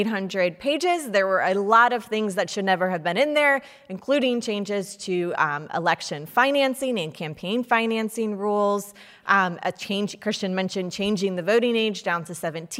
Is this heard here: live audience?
yes